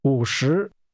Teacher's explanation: That's a falling, rising tone and a rising tone.